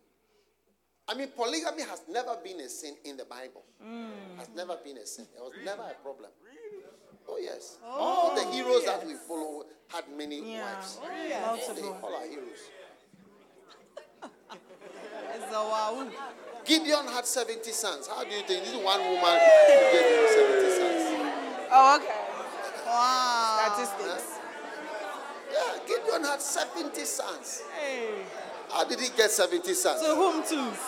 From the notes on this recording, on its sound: Preached at the Use It or Lose It Camp, USA.